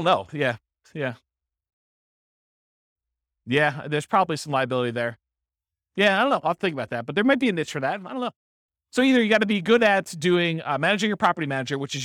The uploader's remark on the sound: This was a live class recorded.